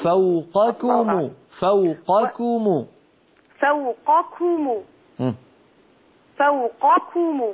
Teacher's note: فوقكم القاف فخمة والكاف مرققة